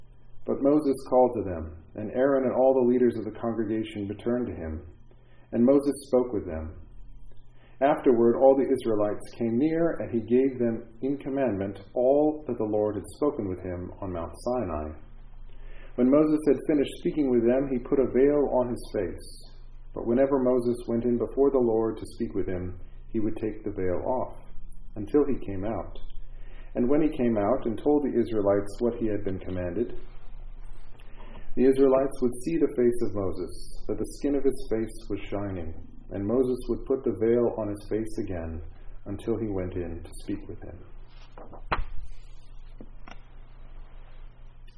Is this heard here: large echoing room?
yes